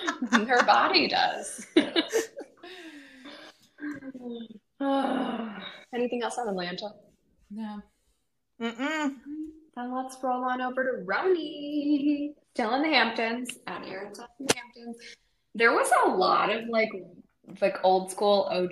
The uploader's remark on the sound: We're also apologizing for the poor quality of this episode, transatlantic recording is not our specialty.